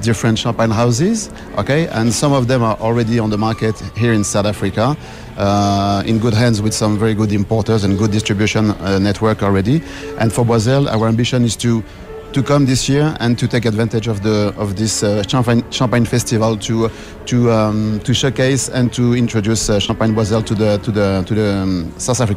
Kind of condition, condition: setting, busy venue